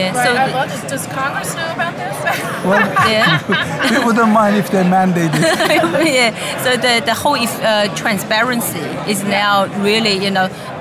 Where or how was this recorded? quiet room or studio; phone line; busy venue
busy venue